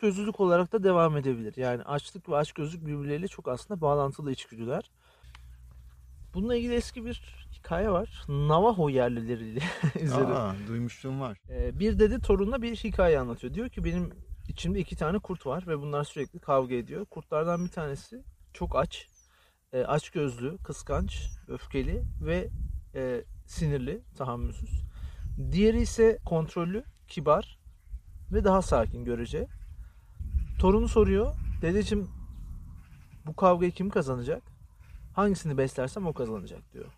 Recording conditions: wind noise